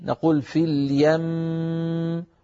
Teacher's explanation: نطول الميم، نطول زمن الميم، نطول غنة الميم